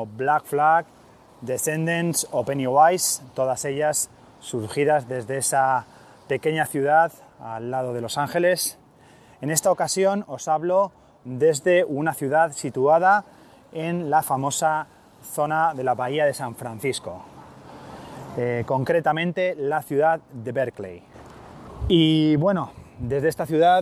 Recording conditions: outdoors